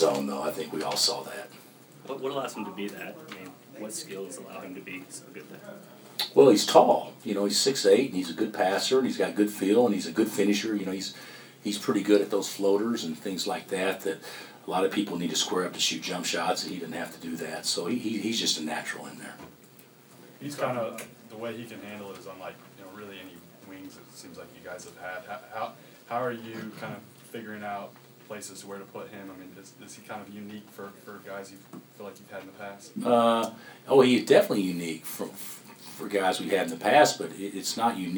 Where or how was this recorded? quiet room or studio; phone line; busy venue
busy venue